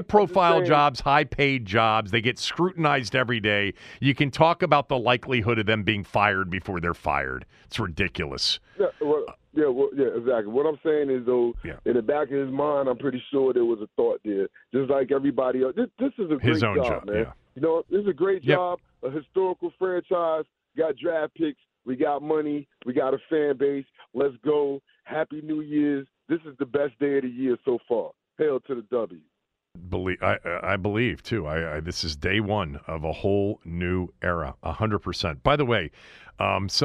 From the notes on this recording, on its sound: opens the phone lines to take calls from listeners